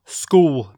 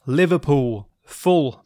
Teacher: Il y a la transformation du L en W, du L en W.